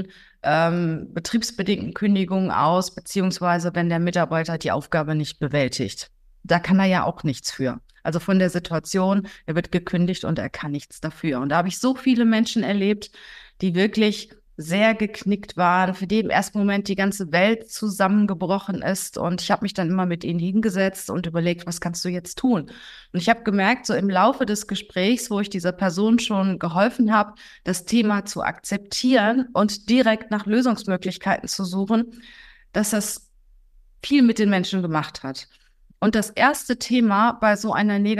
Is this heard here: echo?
no